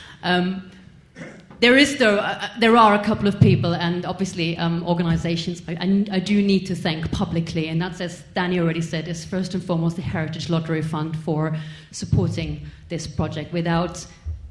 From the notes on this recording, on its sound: This podcast is a recording of the Q&A session that followed the film screening to mark the opening of the exhibition on 6 February 2014.